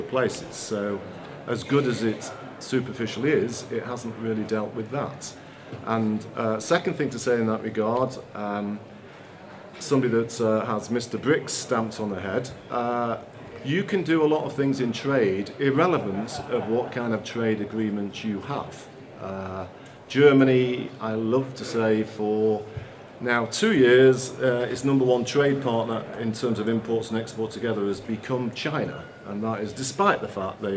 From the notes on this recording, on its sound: We’re kicking things off with a live recording of a CapX event at Conservative Party Conference.